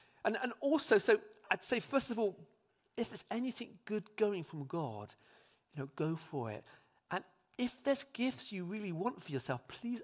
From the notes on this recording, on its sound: Speaks live at Trinity Cheltenham.